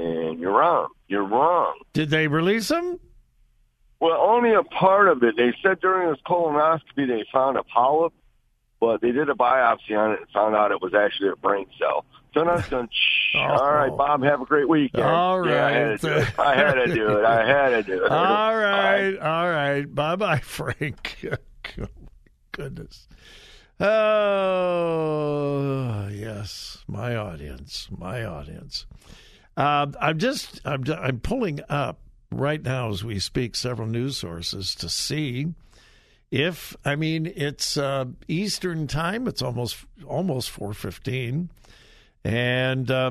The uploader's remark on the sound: Open Phone Friday